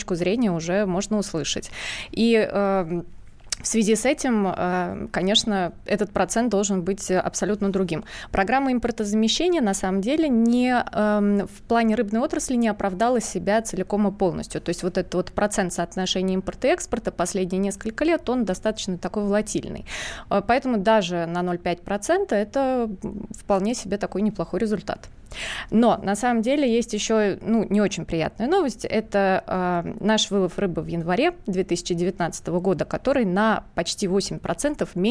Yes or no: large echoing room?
no